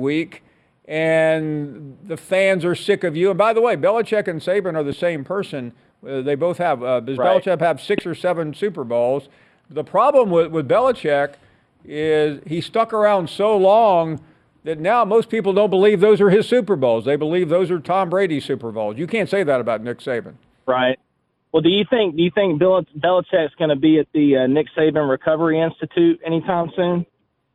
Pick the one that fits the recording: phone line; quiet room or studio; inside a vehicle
phone line